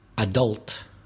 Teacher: And American, adult. Stressing the second syllable.